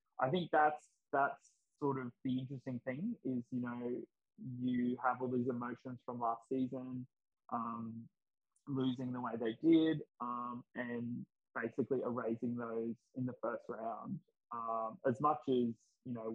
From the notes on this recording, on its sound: WARNING: We had major issues with our recording for this one, unfortunately! You'll be listening to a Zoom call. Sorry about the audio!